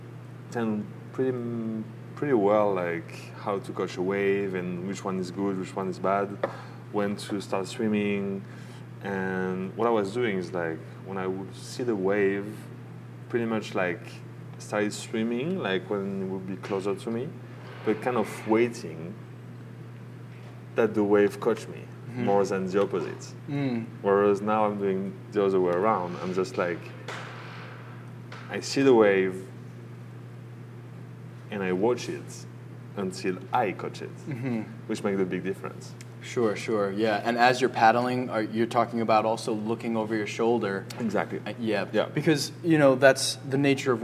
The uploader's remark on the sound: video recorded the entire episode at Georges Lighthouse Cafe in Montauk, NY